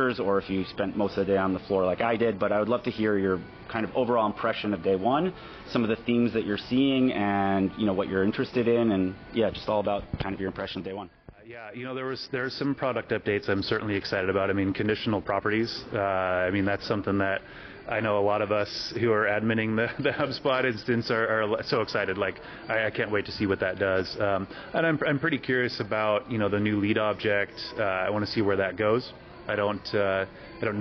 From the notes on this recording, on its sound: on the sidelines of the HubSpot Inbound conference